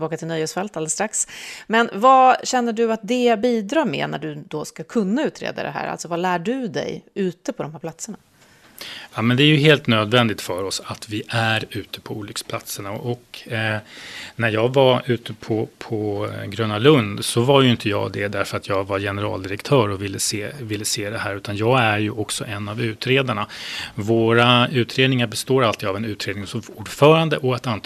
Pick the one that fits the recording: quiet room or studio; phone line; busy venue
quiet room or studio